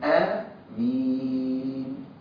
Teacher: المد فيه حركتين بس مش ست · Term: مد بدل